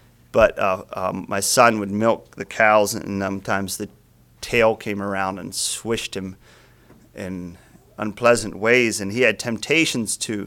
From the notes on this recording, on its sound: Message preached at Word of Hope on June 4, 2023